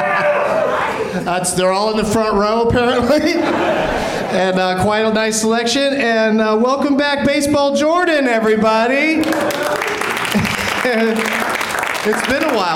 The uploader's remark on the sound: Live from the UCB Sunset